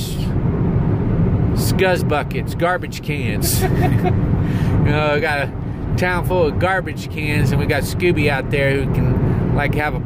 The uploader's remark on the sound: Driving Back From Grand Canyon